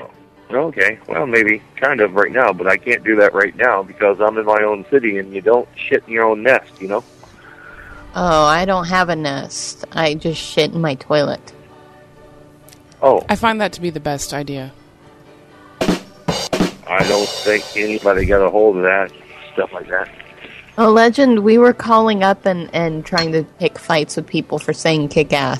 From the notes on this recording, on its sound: …'s Personal Prank Phone Calls Collection.